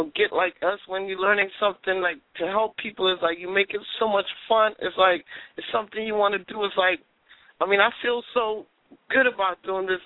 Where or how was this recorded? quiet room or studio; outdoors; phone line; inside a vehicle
phone line